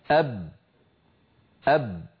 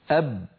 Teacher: جربوا أب، مستحيل، لأن الشفتين قد انطبقتا على بعضهما وانحصر الصوت خلفهما · Term: الشدة